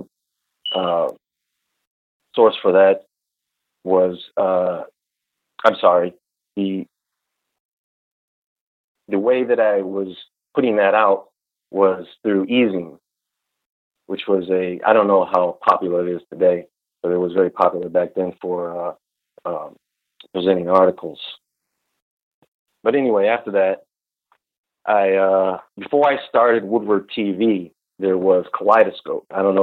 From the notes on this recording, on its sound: call into a live radio show